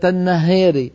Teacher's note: النهار هذه يقللها لأن الراء مكسورة